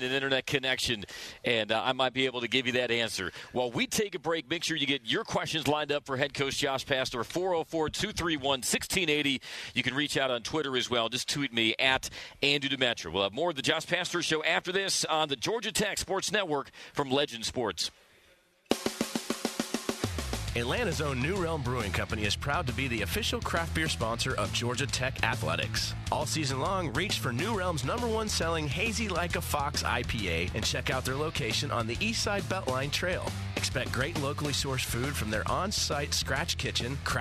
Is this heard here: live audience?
no